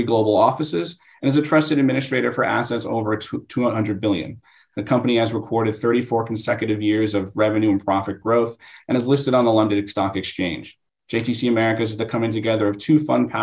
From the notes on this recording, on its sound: This podcast includes an audio version of the webinar